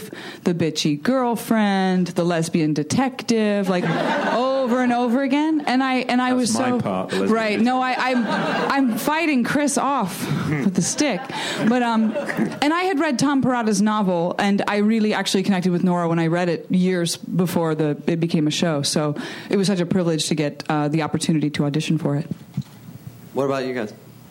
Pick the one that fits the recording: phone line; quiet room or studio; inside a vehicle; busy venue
busy venue